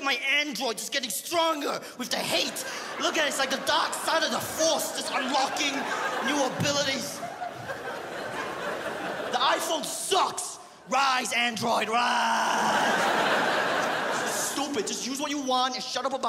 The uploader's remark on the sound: The 2015 Melbourne International Comedy Festival Gala